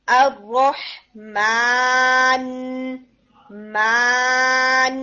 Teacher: आपका अलिफ जो है वो अब नेजल साउंड के बगैर आ रहा है